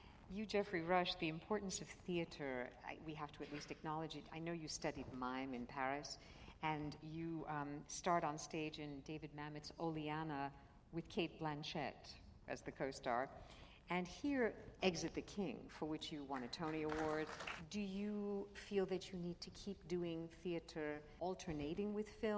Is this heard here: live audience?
yes